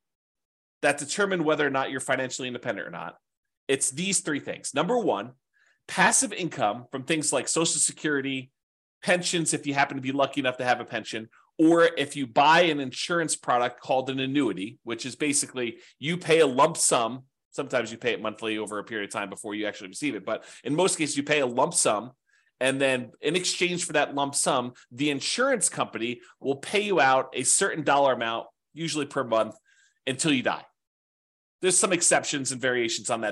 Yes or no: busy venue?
no